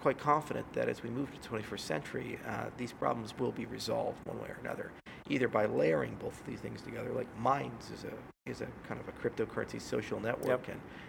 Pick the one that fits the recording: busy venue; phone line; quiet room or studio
busy venue